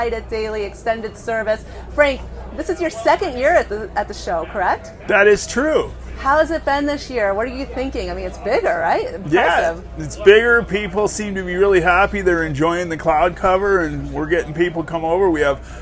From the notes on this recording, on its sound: Live from the Big Gear Show Day 1. Broadcast live from the show.